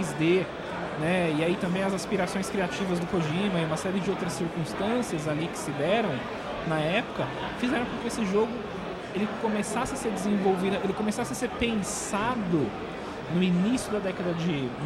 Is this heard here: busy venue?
yes